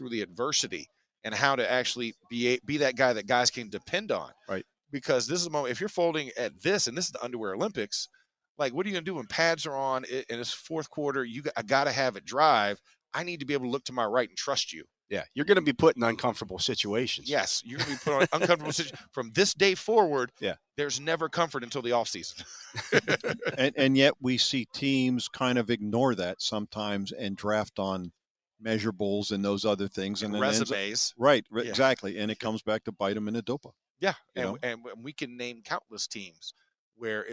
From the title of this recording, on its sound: The Drive LIVE from the NFL Combine